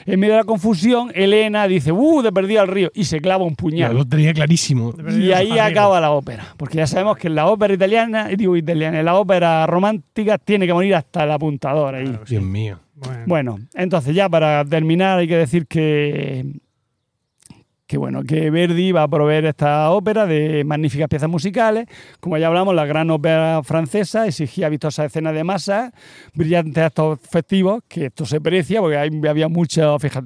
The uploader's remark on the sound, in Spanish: Grabar al aire libre, en un jardín público de murcia, en concreto en el palmeral chico. Rodeados de palmeras y de alguna que otra mosca.